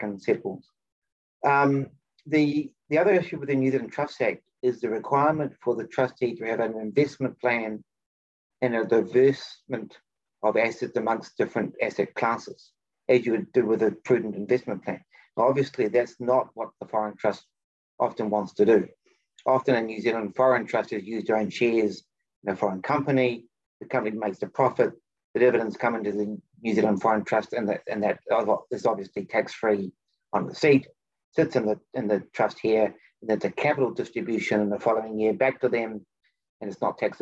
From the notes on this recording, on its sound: For those joining us on Zoom